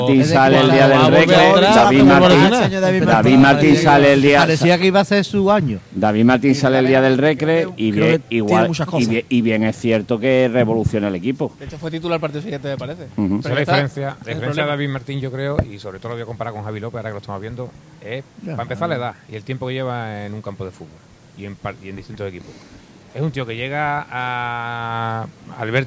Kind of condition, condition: setting, busy venue